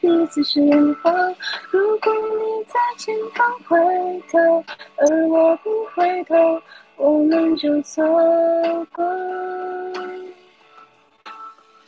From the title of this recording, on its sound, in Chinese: 首届Zoom线上弹唱会